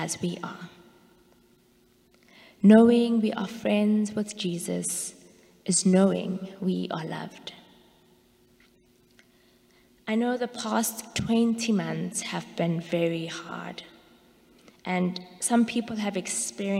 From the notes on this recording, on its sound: Sermons from Old South Church in Boston